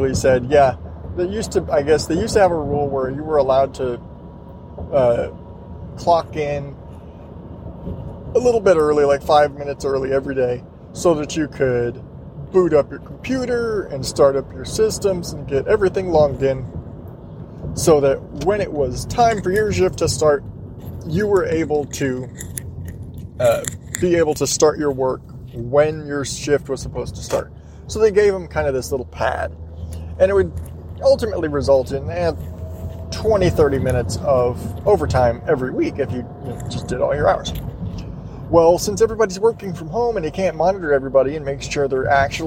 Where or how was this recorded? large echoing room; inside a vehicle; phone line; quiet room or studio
inside a vehicle